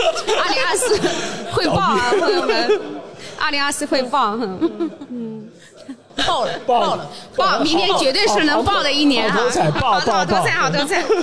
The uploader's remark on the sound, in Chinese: 今年跨年，我们在上海中信出版·大方举办了首场线下听友会暨冬夜热酒派对。本期节目为《晨读时间》线下听友会的现场实录。在现场的欢笑声中，我们告别了 2023 年。